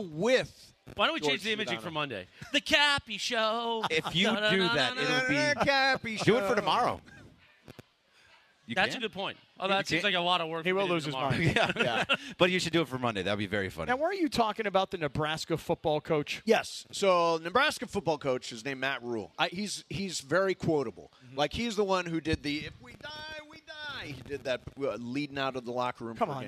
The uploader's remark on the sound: LIVE From The 909 Sports Bar at Yaamava!